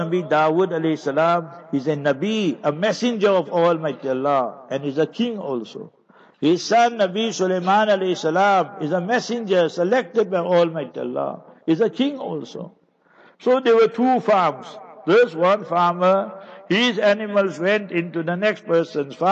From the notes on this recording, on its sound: Jumah Lecture at Avonadalle Musallah